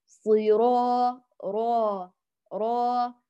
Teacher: عند الراء نمدها حركتان، فالحرف هنا ممدود مدا طبيعيا، فنقول صيرا را را، ولا تكتمي الصوت را أو تعمل الخيشوم تقولي صيرا را را بل را را، نقي تماما من الغنة.